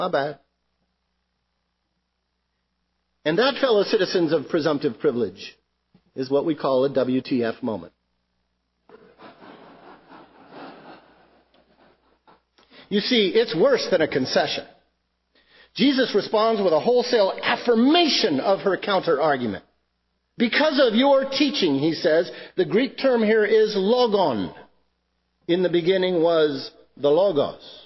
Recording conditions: large echoing room